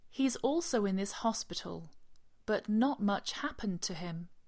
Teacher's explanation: One thing to notice, the pronunciation of the but and the not. You don't hear a clear T sound. The T sort of disappears, and that's very typical in English when we're speaking at a native speed and you have a word like but and not together.